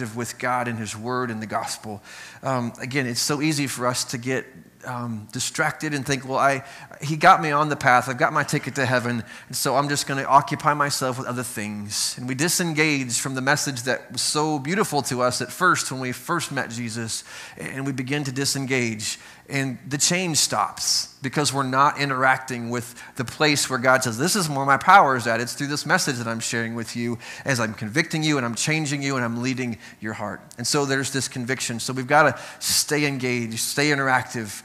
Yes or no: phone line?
no